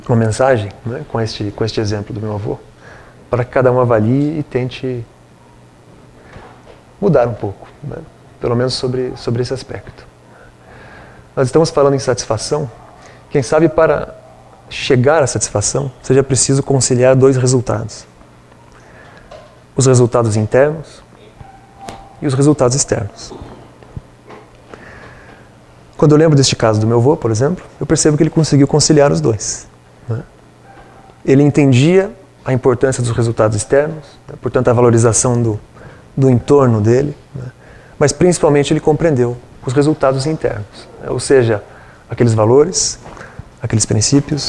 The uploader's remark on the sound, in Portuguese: Palestra ao Público